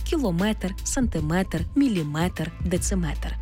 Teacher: В іншомовних словах, які позначають міри довжин, наголос падає на метр.